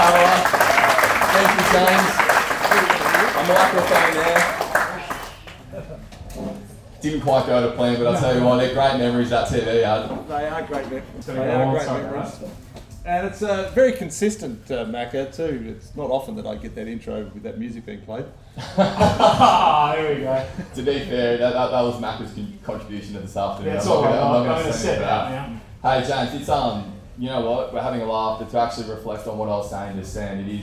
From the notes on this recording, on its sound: LIVE at the World Championships. In Perth at the 2023 ICF Ocean Racing World Championships, and we're so grateful for the crowd that turned out! The sound quality isn't perfect.